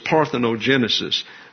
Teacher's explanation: it's a hard G in the Greek, but it's soft in the English. You have genesis here, so it's parthenogenesis.